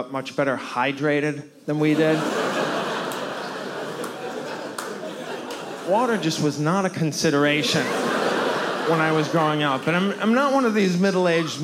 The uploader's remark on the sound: Taped in front of a live audience at Roulette Intermedium in Brooklyn, NY